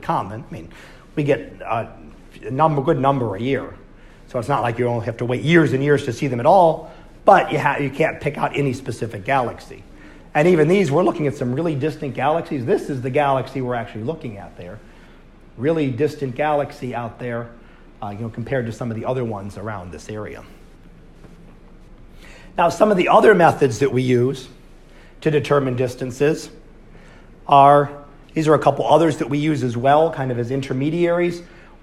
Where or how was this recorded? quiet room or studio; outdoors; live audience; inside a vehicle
live audience